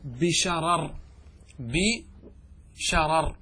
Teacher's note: تمال الفتحة قبل الراء المكسورة وصلا ووقفا